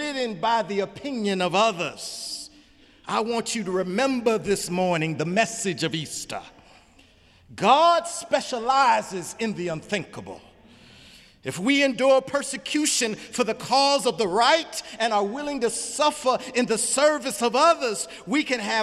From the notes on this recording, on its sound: Easter Sunday sermon April 1, 2018 in the Memorial Church of Harvard University